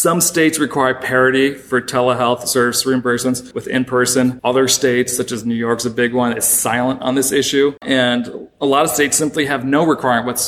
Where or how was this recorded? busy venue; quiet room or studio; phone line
busy venue